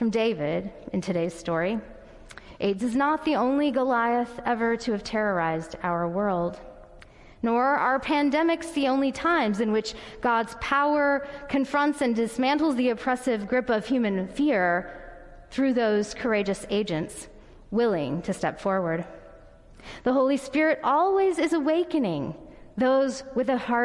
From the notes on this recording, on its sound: Audio recording of the sermon in Ellis Hall